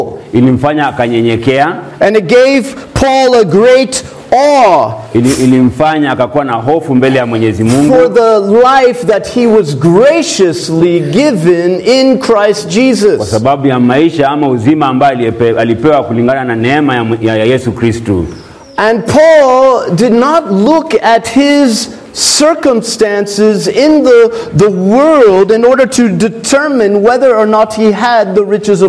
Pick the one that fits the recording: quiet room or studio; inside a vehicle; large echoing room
large echoing room